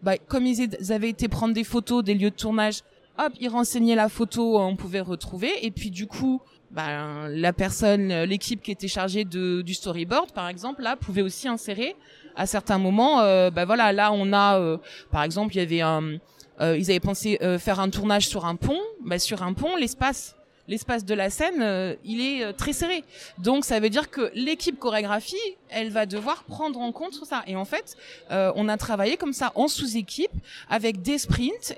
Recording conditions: busy venue